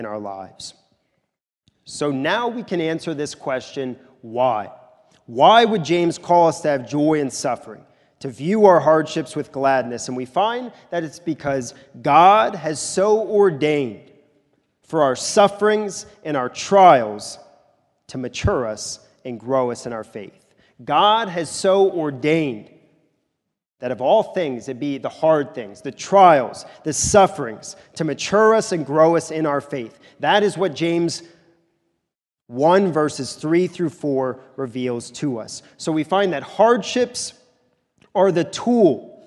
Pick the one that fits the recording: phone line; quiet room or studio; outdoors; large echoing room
large echoing room